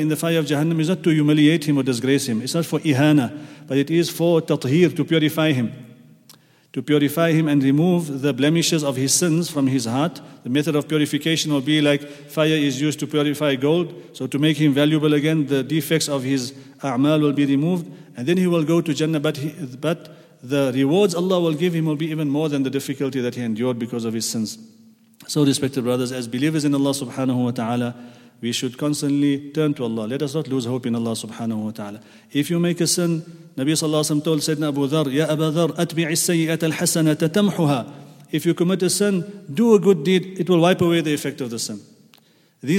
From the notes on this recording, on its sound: at the Houghton Masjid (West Street)